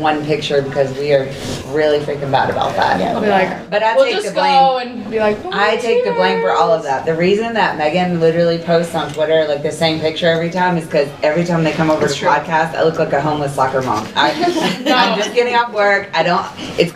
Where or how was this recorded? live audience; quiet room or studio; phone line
live audience